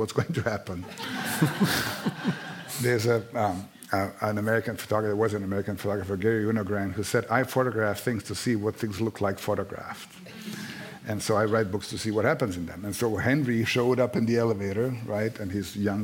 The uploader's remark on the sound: On stage for a conversation on love in wartime and the explosive power of literature.